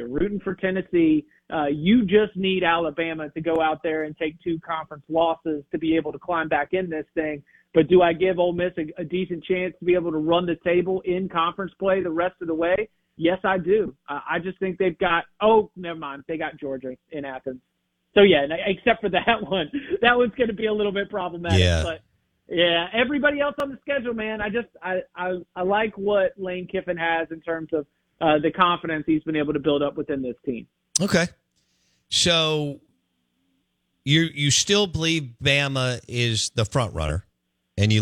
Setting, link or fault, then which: link, phone line